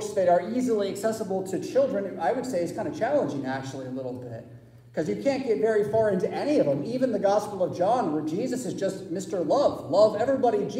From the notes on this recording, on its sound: Preached at St Paul Lutheran Church , Rockford, Illinois on Easter Sunday April 9, 2023